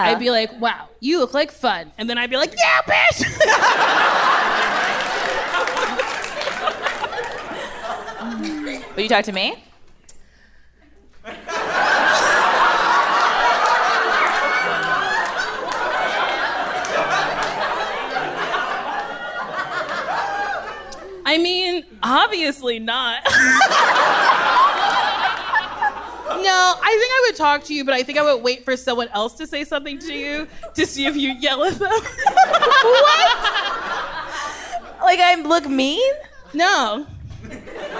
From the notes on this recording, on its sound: Recorded live at the Largo at the Coronet.